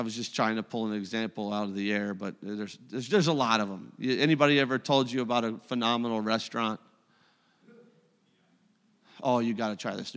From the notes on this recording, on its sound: a service recording from Connect Point UPC